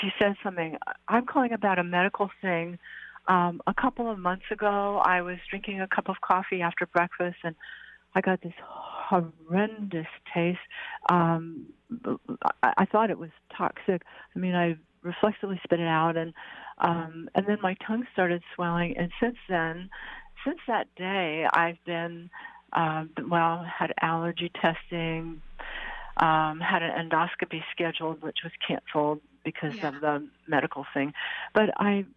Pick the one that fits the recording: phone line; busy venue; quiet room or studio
phone line